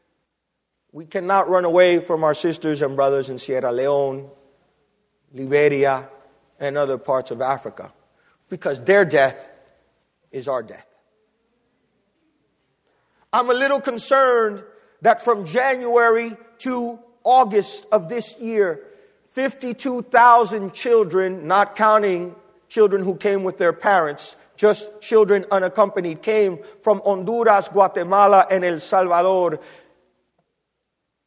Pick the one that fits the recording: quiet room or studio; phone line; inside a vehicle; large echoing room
large echoing room